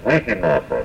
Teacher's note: You notice that the accent there is after the first syllable, although the word has four syllables in it, Wihinapa. The accent here is after the first syllable, Wihinapa.